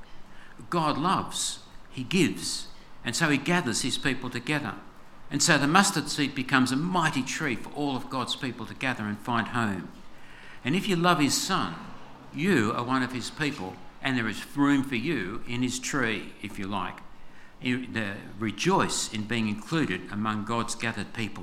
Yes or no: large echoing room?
yes